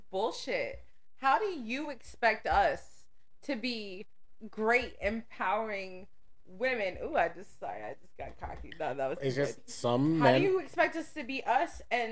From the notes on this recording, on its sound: Sorry about the echo! New mic on the way!